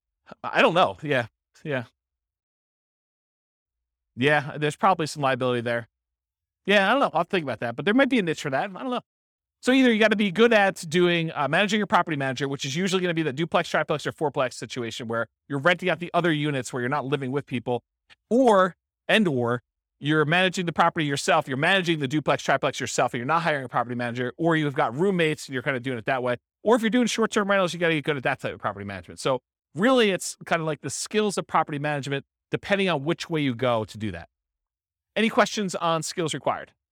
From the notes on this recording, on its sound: This was a live class recorded to give investors a solid overview of the house hacking real estate investing strategy. The live in-person version.